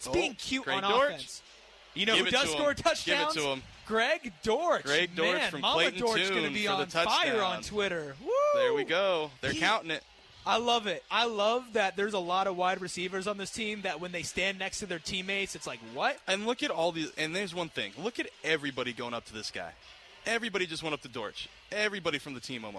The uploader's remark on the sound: LIVE at Red & White practice